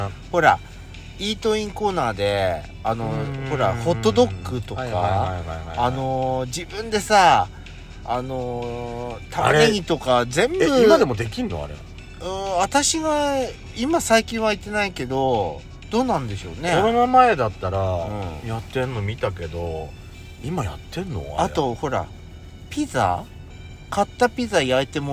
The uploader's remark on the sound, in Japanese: パーキング収録